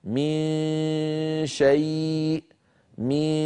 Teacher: غنة من الخيشوم وصويت من الفم